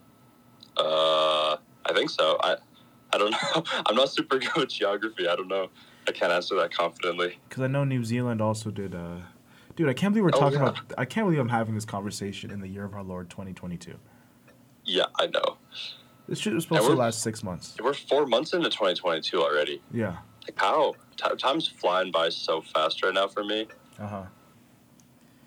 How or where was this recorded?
phone line